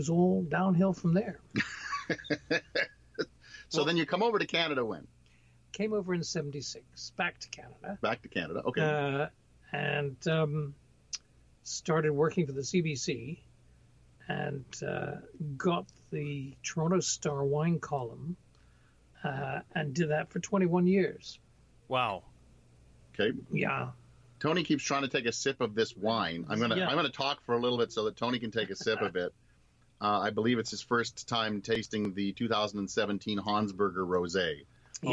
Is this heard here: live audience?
no